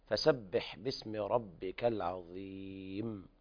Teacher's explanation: الميم الموقف عليها التي غير مشددة يوقف عليها بالغنة اللي هو أصل الغنة، ليست غنة زائدة